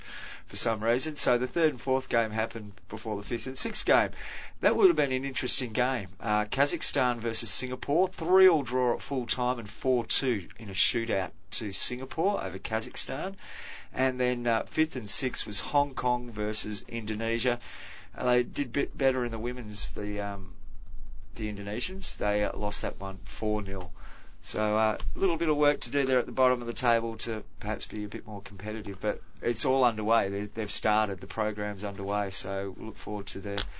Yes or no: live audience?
no